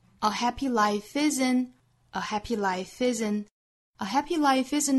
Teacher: 我们当然也可以在 life 和 isn't 之间连读，如果语速比较快的话